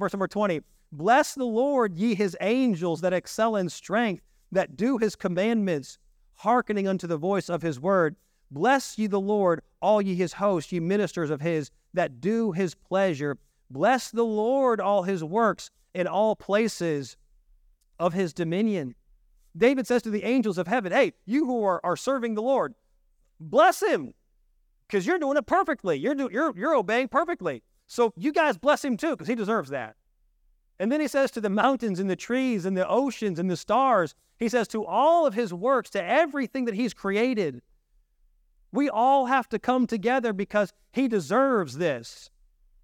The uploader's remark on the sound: This message was delivered on September 10, 2023, during our evening service.